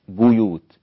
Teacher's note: حرف الباء في بيوت، بيوت به ضم بو وليس بي. هناك لغة عند العرب أيضا بكسر الباء، لهجة عند العرب بكسر الباء، بيوت وبيوت.